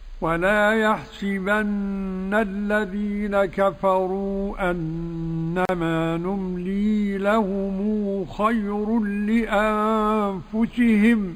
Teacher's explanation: برواية قالون بالصلة مع قصر المد المنفصل